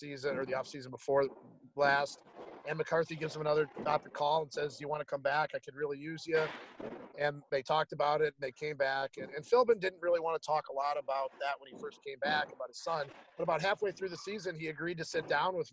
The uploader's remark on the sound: Live from Regents Field in Ann Arbor, Michigan.